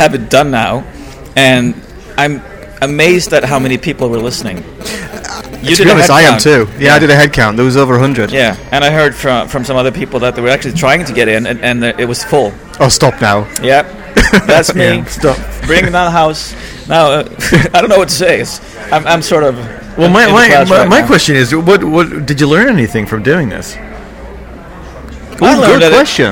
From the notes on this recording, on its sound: In the bar of the Tryp Oriente at the end of day 2 of UXLx 2013 we settle down with a beer and reflect on the conference so far.